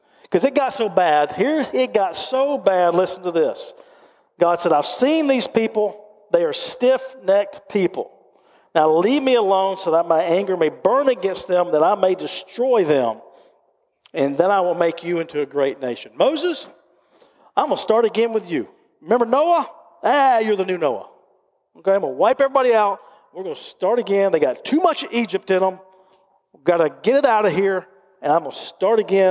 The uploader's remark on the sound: recorded live at Covenant